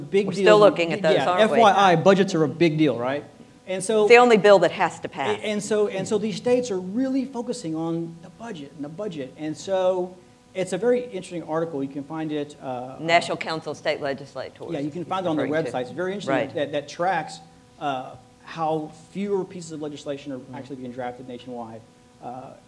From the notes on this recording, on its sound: panel at The Texas Tribune Festival